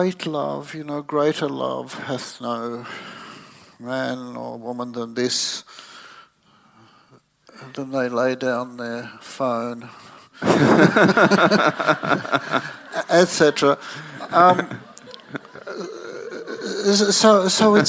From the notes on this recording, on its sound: This conversation was recorded in front of a live audience for our friends at the School of Life.